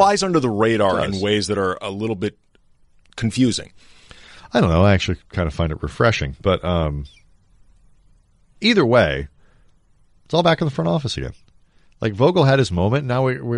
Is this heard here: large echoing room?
no